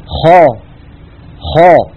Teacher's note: لاحظوا بأن صوت الخاء يصعد هكذا إلى سقف الحلق. خاء، ولا نقول خاء خاء، إذا قلنا خاء فقد تسفل الصوت بالخاء وليس هذا نطقا فصيحا. · Term: الاستعلاء